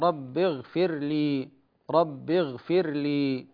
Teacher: الغين هنا في قوله اغفر في أقل مراتب التفخيم